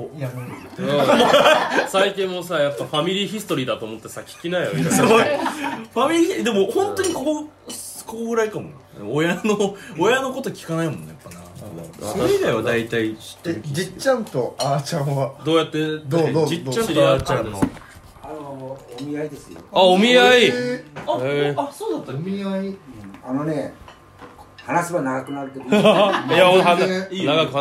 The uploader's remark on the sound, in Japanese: 正月の集まりに混ざって収録しよう